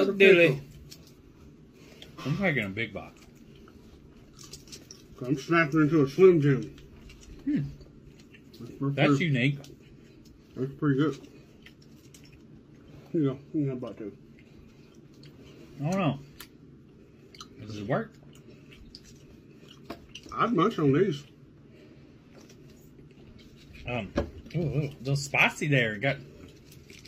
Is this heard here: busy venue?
no